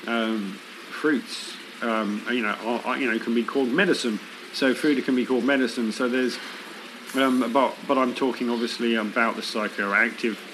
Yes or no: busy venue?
yes